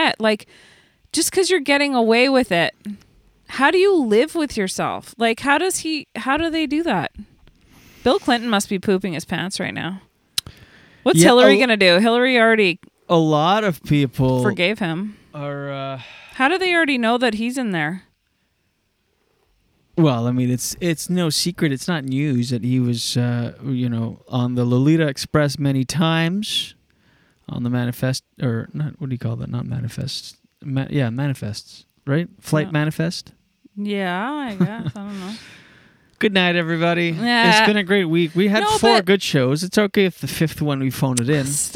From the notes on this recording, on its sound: We are LIVE from the deep woods of New Brunswick, within the glorious #atlanticBubble.